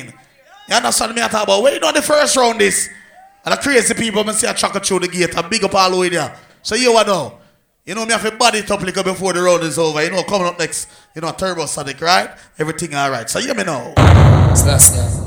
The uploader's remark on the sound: LIVE AT BLACK AND WHITE LIONEL TOWN CLARENDON JAMAICA DEC.23.2016 LIVE AUDIO